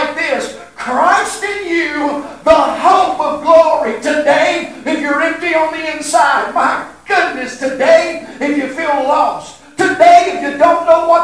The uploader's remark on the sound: Sorry for the Audio Issues